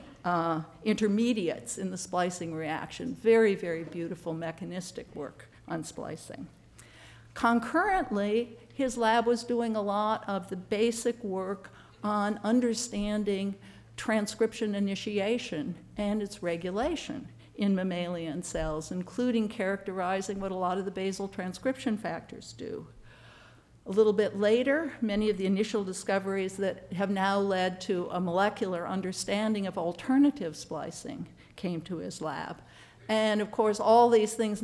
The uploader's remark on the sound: One of a series of lectures from The Yale School of Medicine Bicentennial Symposium